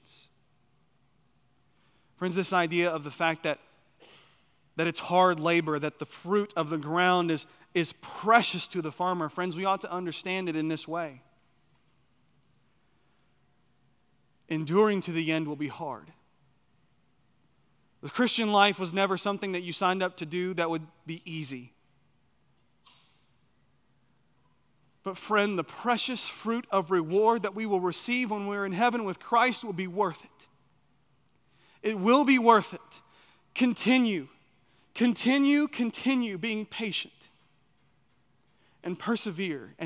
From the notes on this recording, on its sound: on the morning of April 2, 2023, at Chaffee Crossing Baptist Church in Barling, AR.